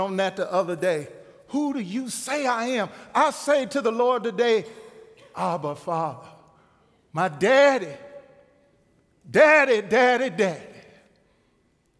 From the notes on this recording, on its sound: Recorded live at The Fellowship at Two Rivers on July 28, 2019. TR campus.